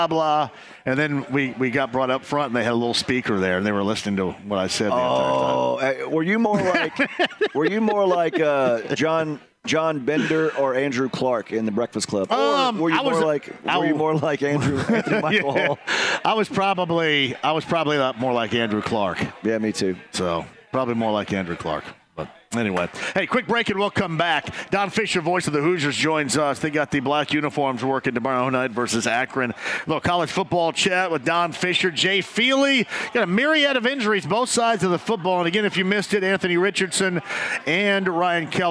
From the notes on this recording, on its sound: LIVE from Kilroy’s in downtown Indy